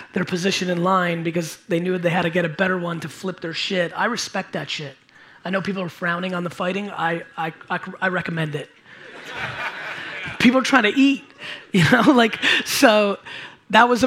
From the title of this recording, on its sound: A Keynote and Q&A at COMPLEXCON STUDIO